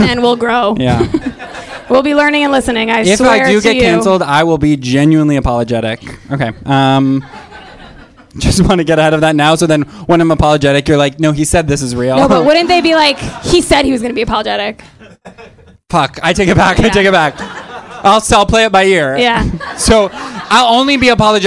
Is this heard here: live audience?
yes